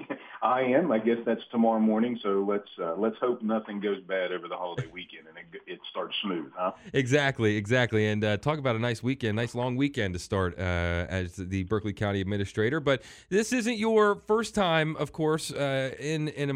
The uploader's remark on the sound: joined on the phone